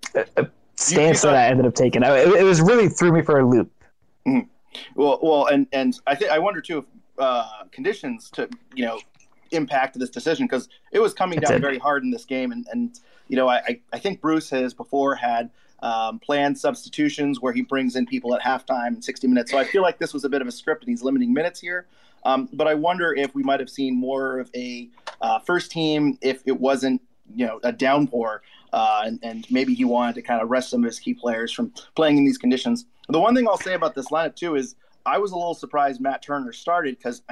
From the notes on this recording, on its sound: Take live questions from listeners.